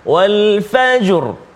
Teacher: Sebelum huruf ra ada jim dan ada fa yang berada atas. Maka dia bunyi tafkhim. Wal fajur. Kerana sebelum dia berada atas.